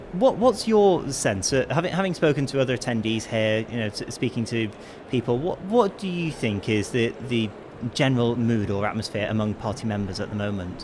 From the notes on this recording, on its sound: live at the Conservative Party Conference 2022